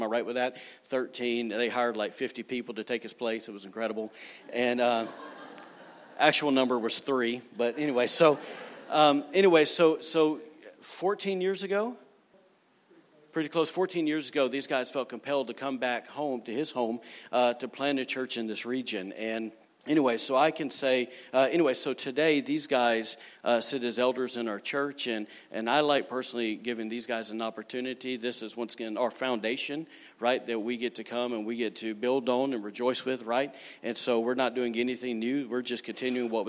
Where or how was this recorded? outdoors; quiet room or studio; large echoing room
large echoing room